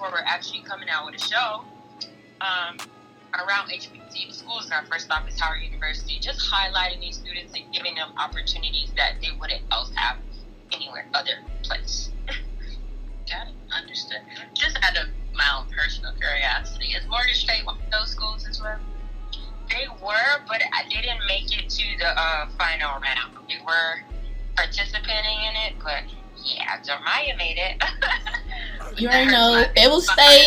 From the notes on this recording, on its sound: picks up the phone to for a call-in interview with local newspaper, The Fayetteville Observer, in Fayetteville, NC.